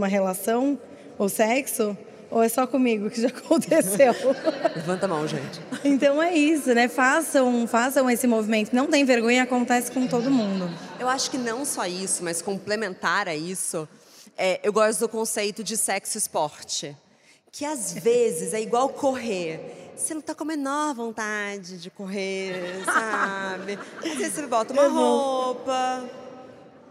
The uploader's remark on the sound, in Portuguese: Episódio ao vivo. Conversa ao vivo, diretamente do State, em São Paulo.